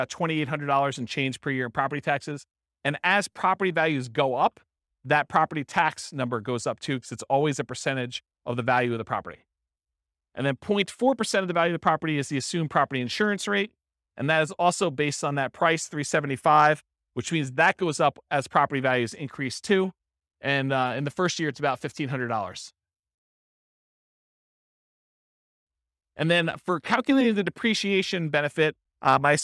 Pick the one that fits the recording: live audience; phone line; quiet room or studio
live audience